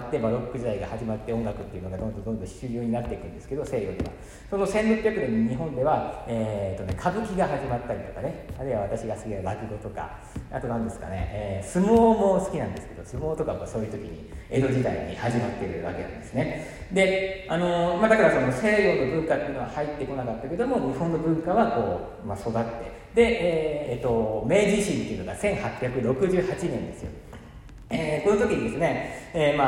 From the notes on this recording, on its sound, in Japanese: 舞台上にてラジオの公開収録を行いました。独演会で公開収録！とっても良いお客さんで、たくさん笑ってもらいました。しかし、マイクを自分の方に向けて収録したため、お客様の反応が入っていなくて残念。